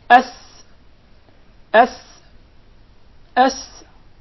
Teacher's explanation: Did you notice the whistle while pronouncing the letter Sin?